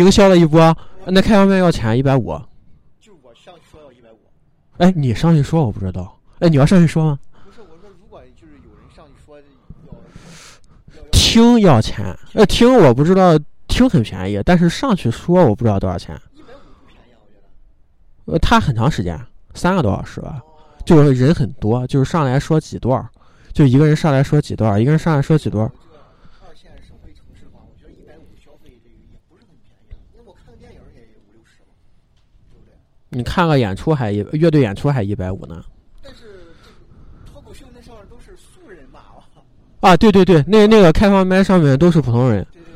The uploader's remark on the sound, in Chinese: 在北方初冬的晚上，被迫吹着冷风在一个天台录音。录音地点：红尚坊二楼天台。